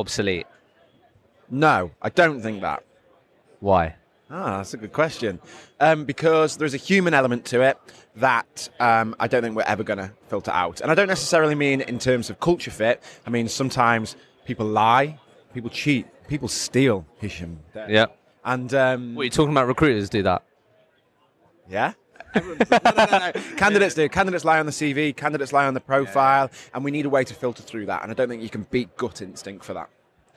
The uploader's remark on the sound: I recently attended the Recruitment Agency Expo in Birmingham, so I thought I would walk around with the microphone and record some podcast episodes.